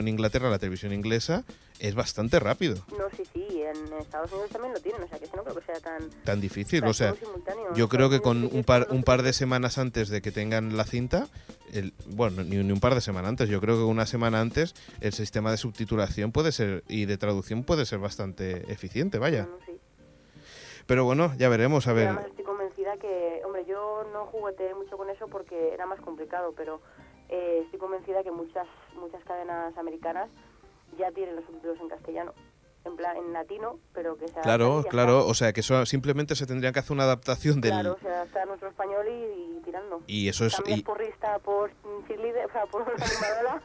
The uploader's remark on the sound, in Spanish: Sonido telefónico. Hoy volvemos a tener problemas con el Skype y decidimos hablar de la forma más tradicional que sabemos.